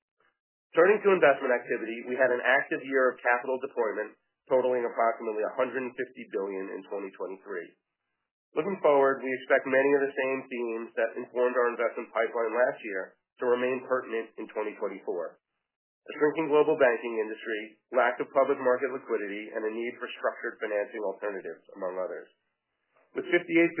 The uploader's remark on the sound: Earnings Conference Call